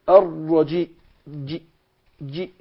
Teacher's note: يطلع في وسط اللسان مع إيه؟ مع غار الحنك. غار الحنك اللي فوق ده هو. · Term: الجيم